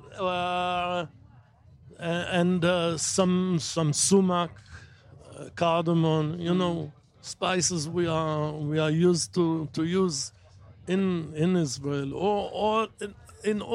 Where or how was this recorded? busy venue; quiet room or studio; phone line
busy venue